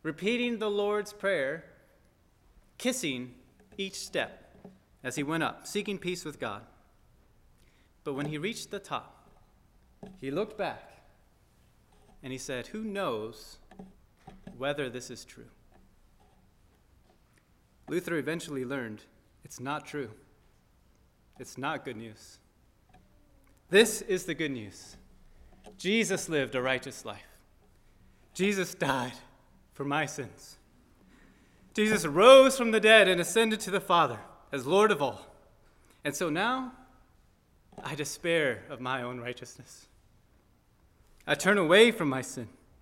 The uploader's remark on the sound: at First Baptist Church in Delphi, Indiana